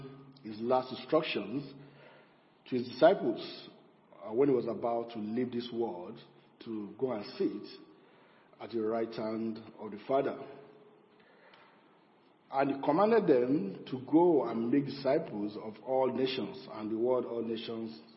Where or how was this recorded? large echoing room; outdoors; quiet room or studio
large echoing room